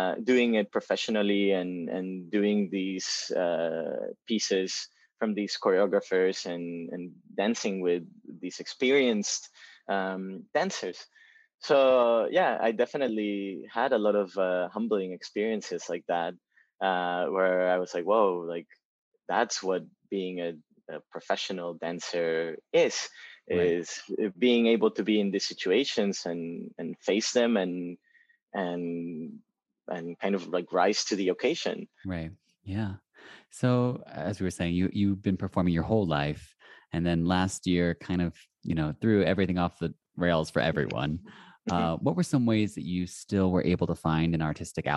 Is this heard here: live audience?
no